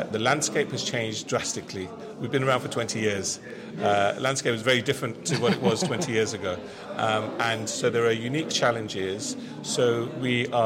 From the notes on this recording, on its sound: Red Carpet Interviews - Nida Trust Ramadan Iftar.